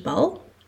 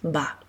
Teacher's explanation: Heel veel kindjes zeggen eerst ba. Dus ze laten die L weg, omdat een woord sluiten met een medeklinker nog heel moeilijk is. · Shown in: second take